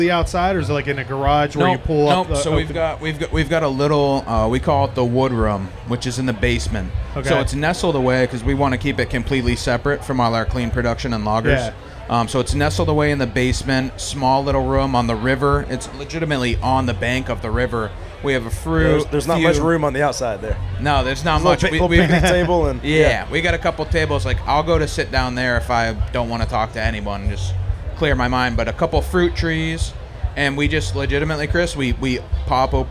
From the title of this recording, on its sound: Live From Snallygaster